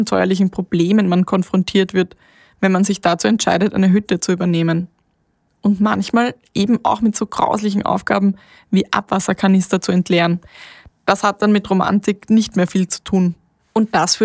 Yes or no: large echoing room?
no